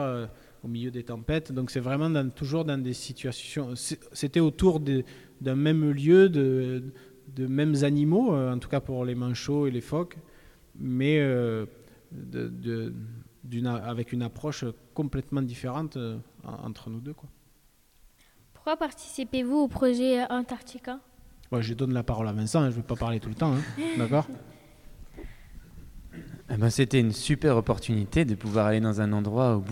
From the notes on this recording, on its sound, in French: Les élèves de l'atelier journalisme du collège Anne Frank de Saint-Dizier, avec le concours de Canopé, ont réalisé une émission de webradio en direct du festival de Montier-en-Der.